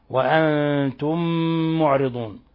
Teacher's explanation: معرضون، نلاحظ هنا كيف جاءت الميم الساكنة وجاء بعدها ميم متحركة، فأدغمت الميم الأولى في الميم الثانية بحيث أصبحتا ميما واحدة مشددة · Term: إضغام مثلين صغير